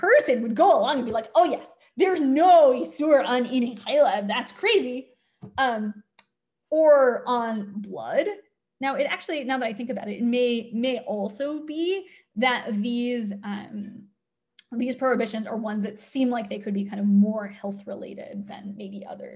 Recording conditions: video call